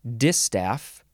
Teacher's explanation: You emphasize the first syllable, distaff.